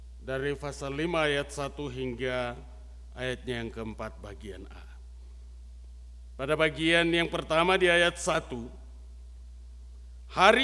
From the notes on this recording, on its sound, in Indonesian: RSK 98.6 FM. Rekaman ibadah Minggu Malam tgl 25 Des 2022.